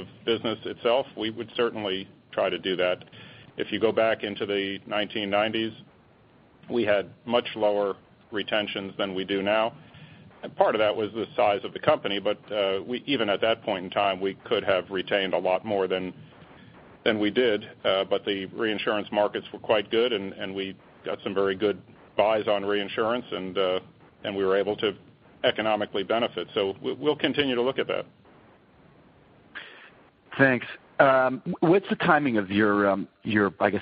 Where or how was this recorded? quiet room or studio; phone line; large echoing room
phone line